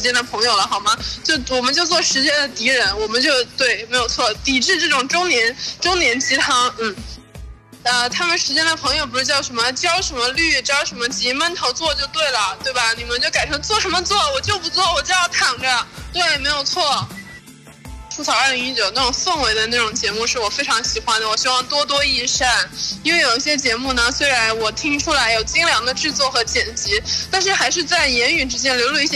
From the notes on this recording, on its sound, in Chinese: 电话连线第一期。